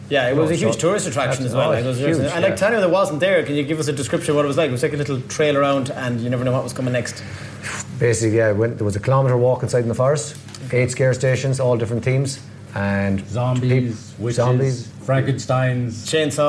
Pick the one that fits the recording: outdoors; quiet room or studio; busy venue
busy venue